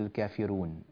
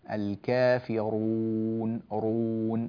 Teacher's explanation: الكافرون رون هكذا فخم الراء · Shown in: second take